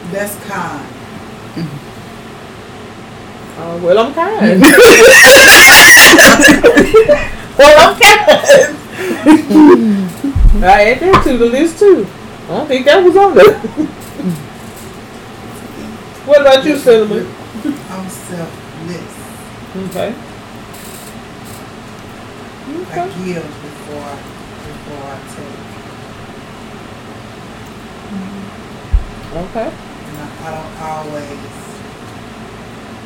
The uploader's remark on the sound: The audio sucks.